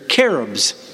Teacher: The C-H in Hebrew has the hard K sound, not the English CH sound